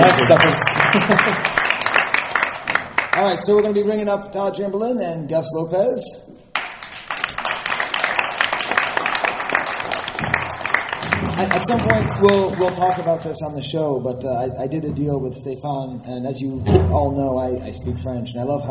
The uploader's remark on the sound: Live from Celebration Anaheim. The second issue of our audio magazine to be written and recorded at Celebration Anaheim.